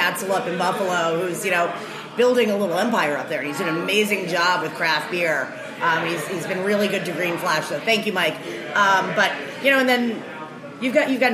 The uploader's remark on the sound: A special show that was recorded live at The Gate in Brooklyn, celebrating the brewery's 20th anniversary!